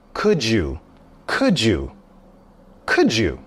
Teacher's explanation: you'll hear that connection between could and you. It's a j.